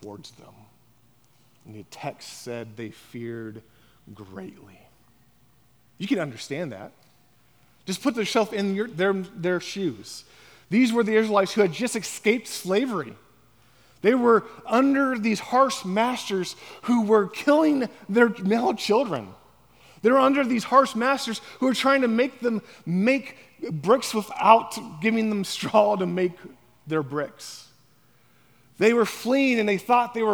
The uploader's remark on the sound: on the morning of September 10, 2023, at Chaffee Crossing Baptist Church